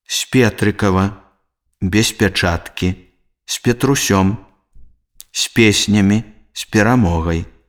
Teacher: Знябыцца, знервавацца, зняць, знясвіжа, цераз нёман. Звонкі зычны з перад мяккімі зычнымі п, с, аглушаецца і вымаўляецца мякка.